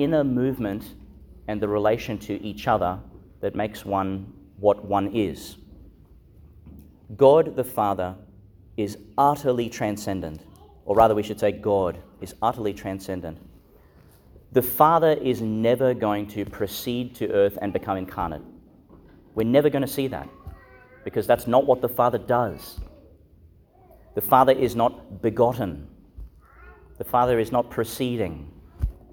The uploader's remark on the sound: Homily for the Solemnity of the Most Holy Trinity, delivered (at the morning Mass) in Our Lady Star of the Sea Catholic Church, Gladstone, Qld.